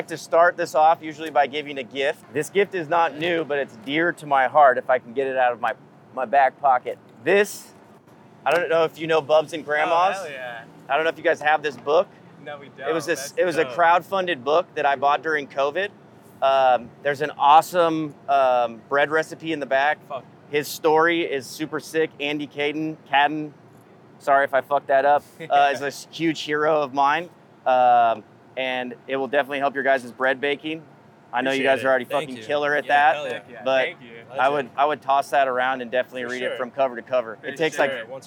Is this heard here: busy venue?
yes